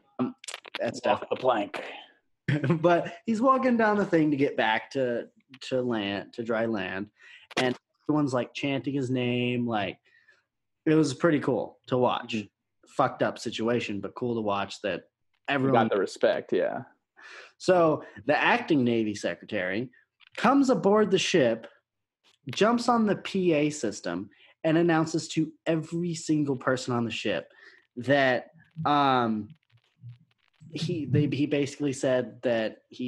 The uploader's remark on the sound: Test out the new Zoom call podcast format to prepare for true social distancing and quarantine.